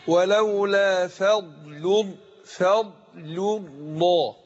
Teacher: ضاد حرف مستعلي حرف مفخم، وقعت بين مرققين بين الفاء واللام